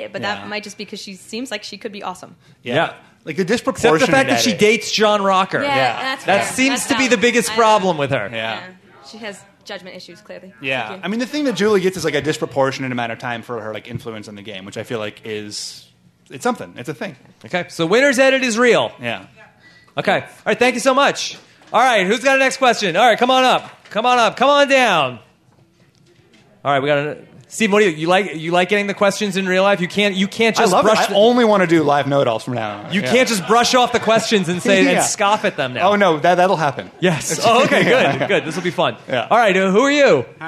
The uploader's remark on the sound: LIVE from the Gotham Comedy Club in Manhattan